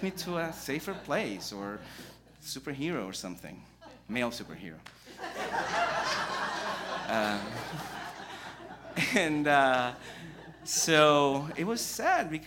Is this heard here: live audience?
yes